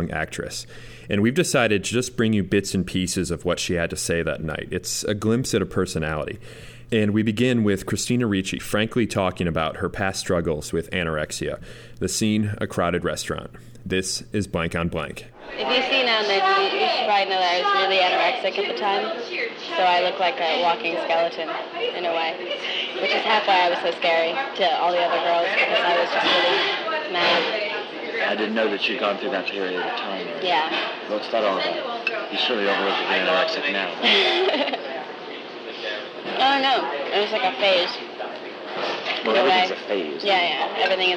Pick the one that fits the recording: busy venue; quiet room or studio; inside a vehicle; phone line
busy venue